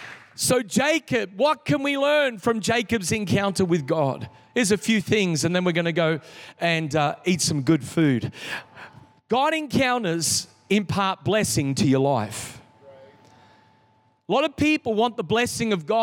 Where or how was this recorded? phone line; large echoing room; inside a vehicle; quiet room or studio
large echoing room